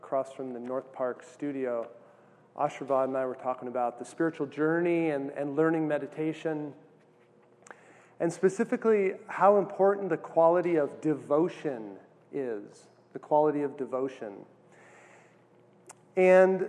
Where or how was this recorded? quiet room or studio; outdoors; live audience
live audience